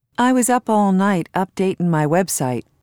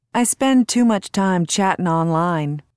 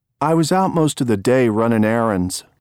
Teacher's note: Notice the reduction of ing endings, which makes the ing sound like in.